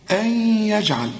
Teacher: طبعا النون بعدها الياء والياء من حروف الإدغام، هنا محتاجة غنة، أن يجعل، وكأن الياء مشددة بينكم.